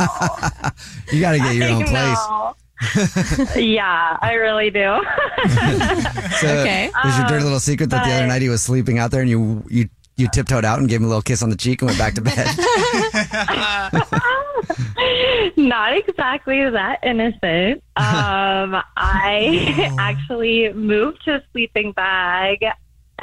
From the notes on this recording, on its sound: The woman on the phone has a Dirty Little Secret that involves her parents and her boyfriend!